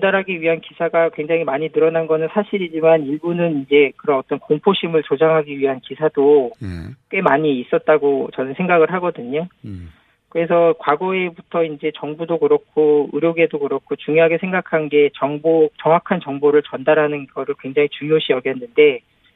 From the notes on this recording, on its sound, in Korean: 전화연결.